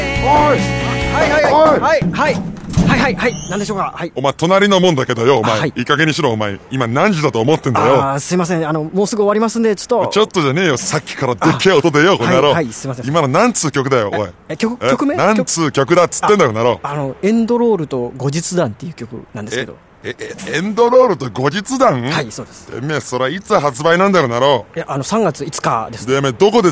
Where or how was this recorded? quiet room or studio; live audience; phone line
phone line